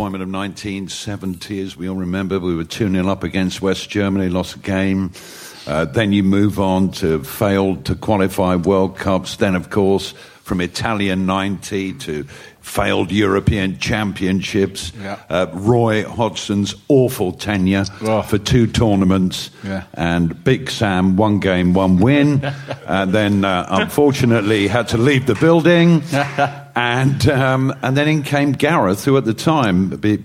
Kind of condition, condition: setting, busy venue